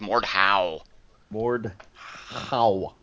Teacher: Put a little guttural emphasis on that H. Like yeah, you're gonna hawk up a loogie, which is fitting for the folks who made that game.